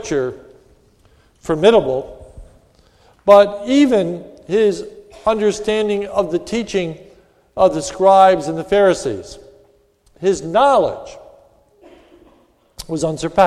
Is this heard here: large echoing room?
yes